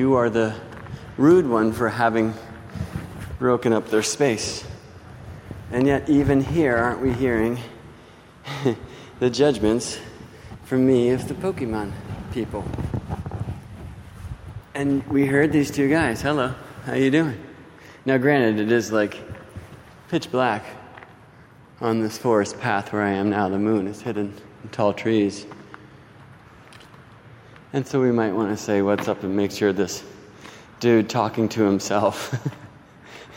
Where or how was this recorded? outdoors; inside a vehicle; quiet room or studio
outdoors